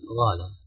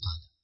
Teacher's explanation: لو تساهل في القاف حرف شديد محبوس الصوت، أحيانا الإنسان يستسهل أن يكون حرف رخو · Shown in: second take · فيقول غالة أسهل من قالة، زي مثلا بعض اللهجات تحط الياء مثلا الجيم، يعني يقول معلم مجنون يقول مينون، الجيم والياء في مخرج واحد إكمال الاختلاف، الجيم شديد والياء رفو.